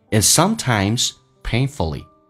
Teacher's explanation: and 的 d 去掉，略音